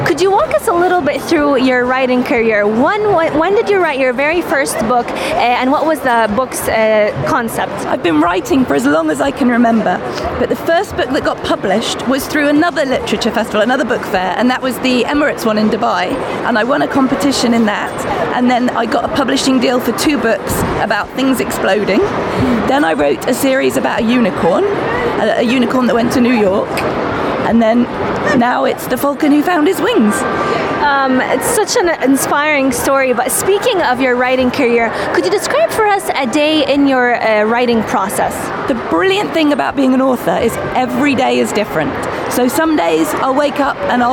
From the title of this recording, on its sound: at the Sharjah International Book Fair 2019